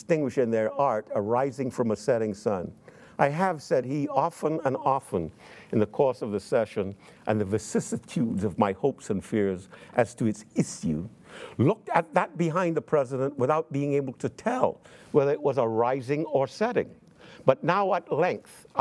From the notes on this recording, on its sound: in front of a teacher audience